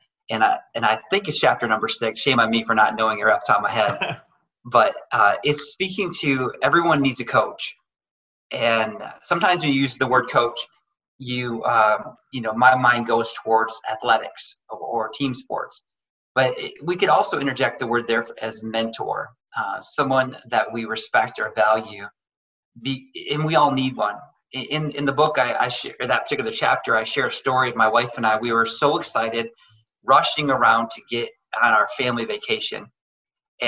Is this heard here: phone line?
no